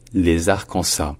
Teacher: Et en français, on disait les Arkansas, avec un S à la fin qui était muet.